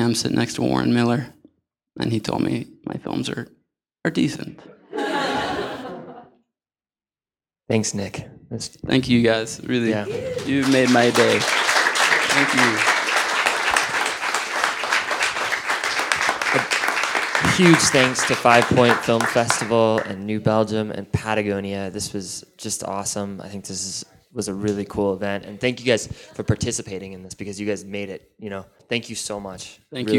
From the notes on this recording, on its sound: Our long held dream of creating a live performance of The Dirtbag Diaries came true this spring at the 5Point Film Festival.